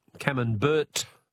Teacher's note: But we don't pronounce the T. · Term: silent T